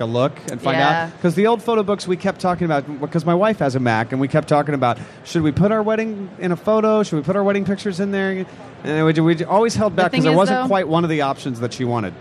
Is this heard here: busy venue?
yes